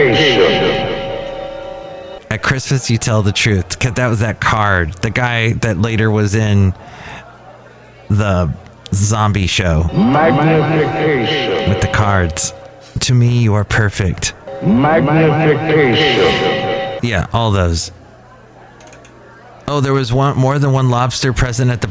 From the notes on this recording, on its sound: podcasts live from Cafe Anyway